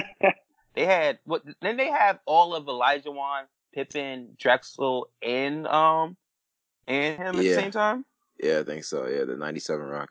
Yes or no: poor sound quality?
yes